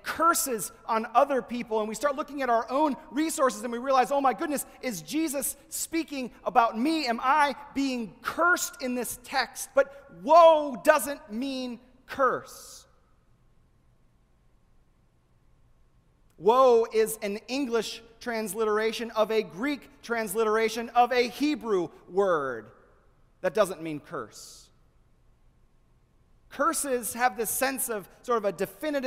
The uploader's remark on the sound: delivered at the First Presbyterian Church of Flint